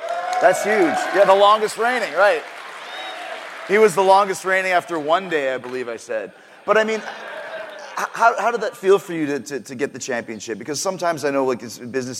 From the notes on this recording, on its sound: Live In Toronto. Hosted a live Q&A event during Survivor Series weekend.